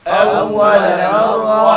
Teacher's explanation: اسمع الهاء فيها جريان نفس أول مرة اسمع الهاء اللي فيها جريان صوت أول مرة وهو بكل خلق عليم وهو بكل خلق عليم. · Term: الهاء الضعيفة